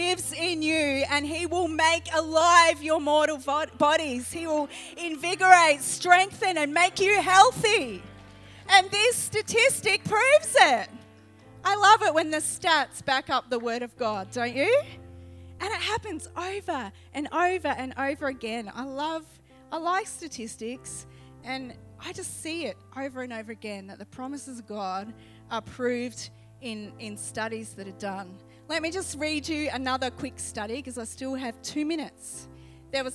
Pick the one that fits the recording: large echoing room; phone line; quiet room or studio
large echoing room